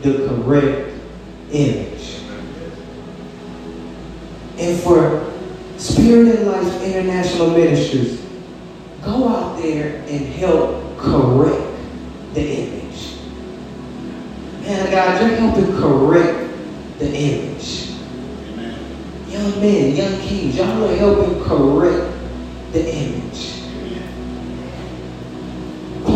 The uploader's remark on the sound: LIVE from Spirit & Life International Ministries!